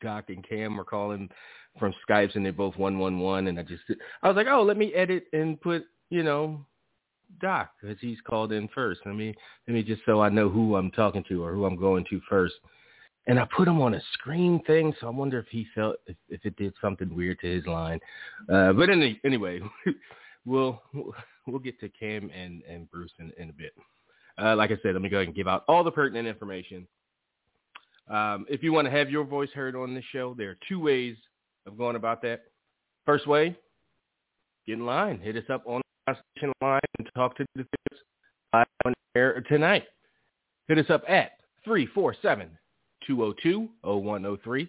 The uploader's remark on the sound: Live phone calls and more.